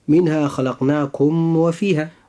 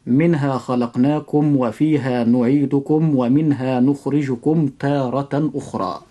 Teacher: يجب إظهار الميم الساكنة إظهارا شفويا، وخاصة عند هذا الحرف وهو الواو · Shown in: second take · فنقول: منها خلقناكم وفيها، فلا يصح أن ننطق حرف الميم بالإخفاء الشفوي فنقول منها خلقناكم وفيها، ولا يصح أيضا أن ننطق حرف الميم في كلمة نعيدكم بالإخفاء الشفوي أيضا فنقول وفيها نعيدكم ومنها، وهكذا المثال مع كلمة نخرجكم.